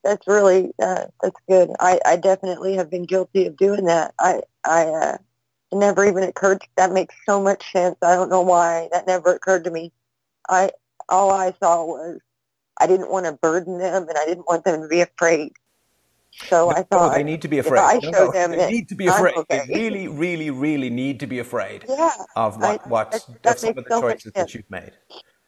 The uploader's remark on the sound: Freedomain Call